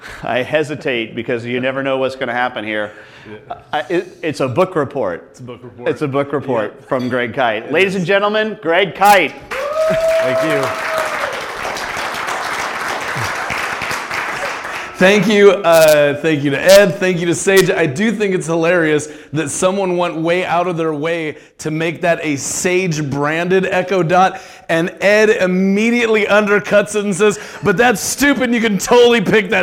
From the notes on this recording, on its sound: Live event coverage of the VeraSage Symposium. Every two years, the Fellows of VeraSage gather to learn from one another.